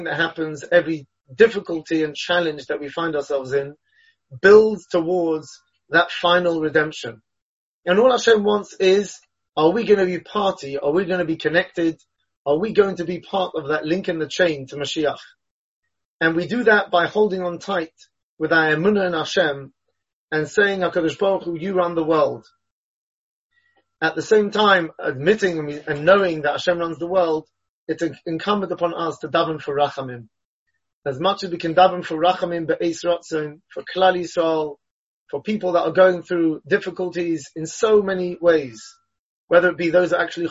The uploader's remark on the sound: Delivered and recorded over Zoom.